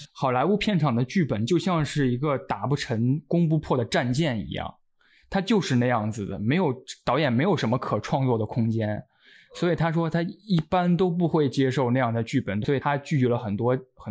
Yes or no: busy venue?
no